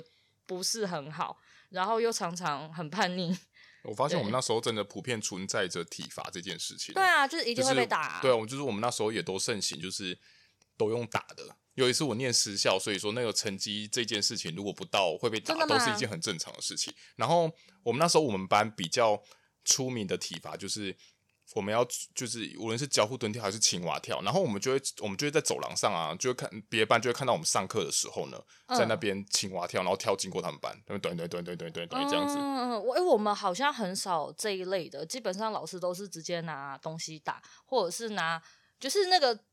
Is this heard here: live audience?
no